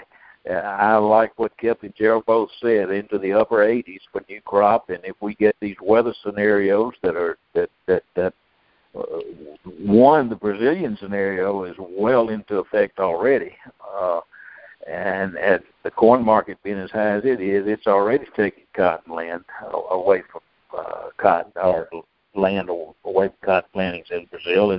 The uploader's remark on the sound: Monthly Conference Call